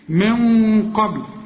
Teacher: ليه القف مفخمة، شوف من بتخرج من الخيشوم هنا، من قبل، الباء هنا هنقلقلها لانها على السكون